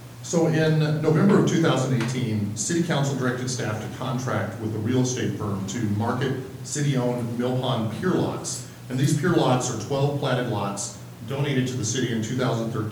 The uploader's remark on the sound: Live recording of the July 1, 2019 Astoria City Council meeting.